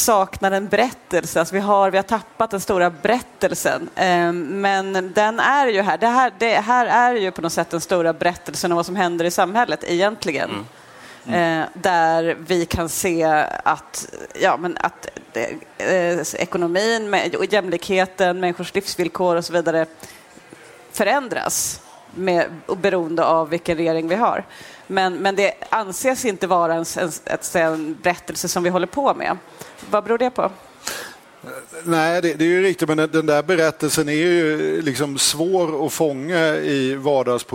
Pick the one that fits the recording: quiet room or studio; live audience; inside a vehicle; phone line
live audience